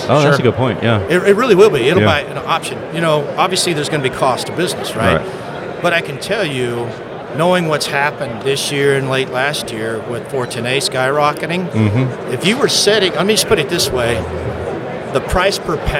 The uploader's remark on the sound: We recorded this episode live while at the AHRexpo 2022 in Las Vegas. There is some background noise, but the content is worth the listen!